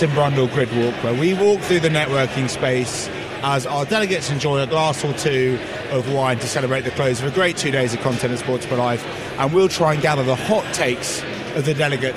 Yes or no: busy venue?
yes